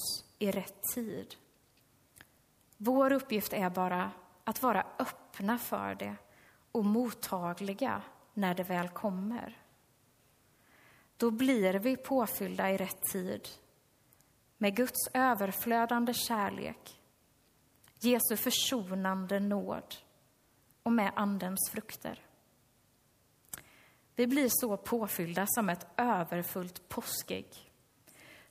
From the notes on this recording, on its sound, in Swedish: Inspelad under gudstjänst i Löfstadkyrkan i Tranås 2023-04-06. Vi beklagar att hela inspelningen inte kom med.